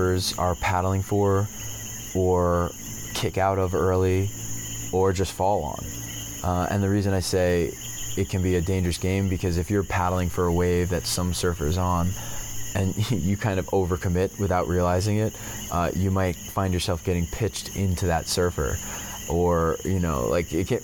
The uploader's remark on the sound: This episode was a pleasure to record because it was accomplished while sitting outside on a beautiful Puerto Rican evening accompanied by the native nocturnal creatures. You don't have to listen closely to hear the symphony of crickets & coquis that surround them.